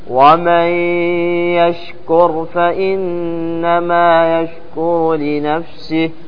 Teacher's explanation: الياء مع الشين مخرجهم وين؟ وسط اللسان · Term: المتجانسين